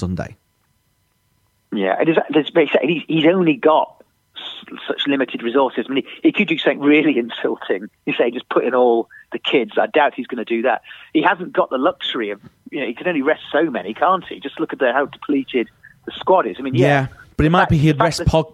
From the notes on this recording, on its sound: on the phone